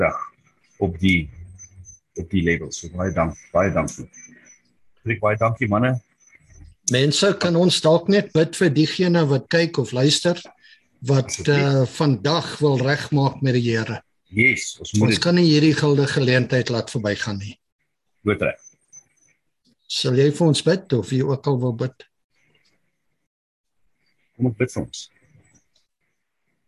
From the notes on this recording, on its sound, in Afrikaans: Zoom Byeenkoms 27 Januarie 2022